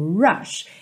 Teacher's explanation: O R no começo da palavra, ele é enrolado sim, ok? Até o britânico, rush.